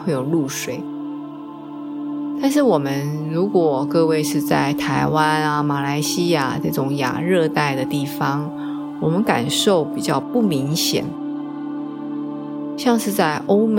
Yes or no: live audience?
no